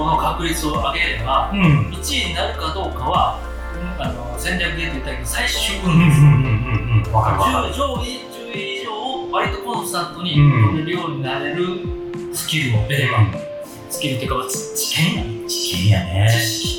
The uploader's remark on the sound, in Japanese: 録音環境が騒がしく編集・調整しておりますが、少し聞きずらい所がございます。